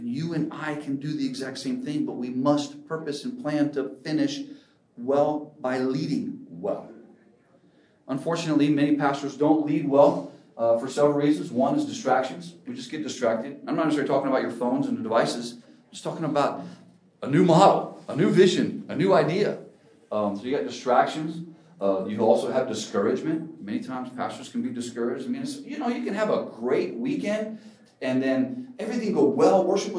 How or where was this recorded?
busy venue